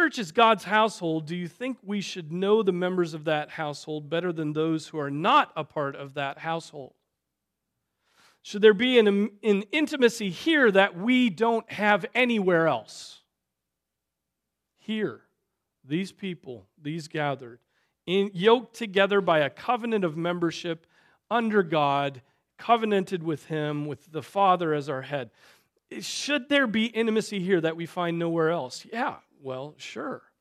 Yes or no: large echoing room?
yes